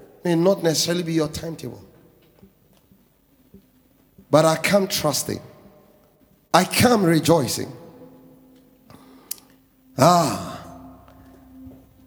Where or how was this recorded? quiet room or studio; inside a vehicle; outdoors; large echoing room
large echoing room